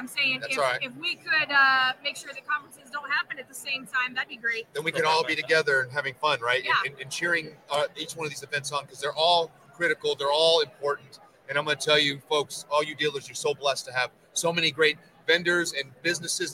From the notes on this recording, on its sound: while at the 2023 NIADA Accelerate Conference